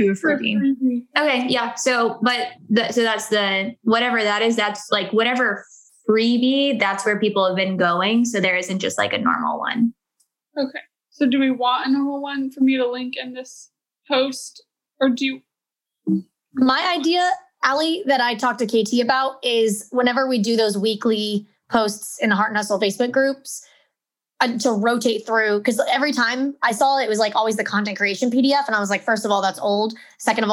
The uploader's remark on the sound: Today you’re getting to listen in on one of our weekly Heart University team meetings. Literally, we hit record on our weekly zoom team meetings back in July and what follows is what went down.